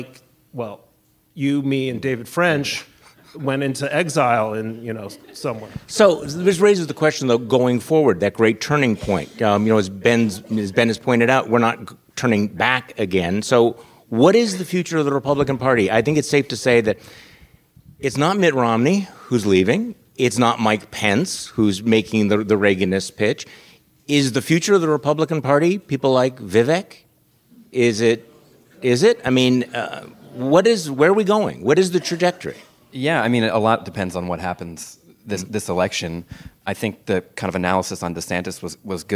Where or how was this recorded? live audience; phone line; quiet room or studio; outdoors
live audience